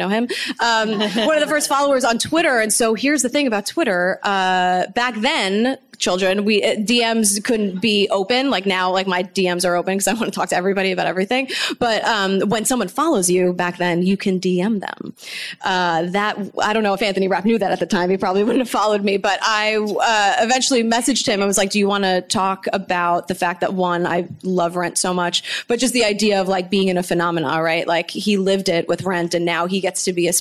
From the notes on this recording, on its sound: This weeks episode was recorded live at BroadwayCon 2019.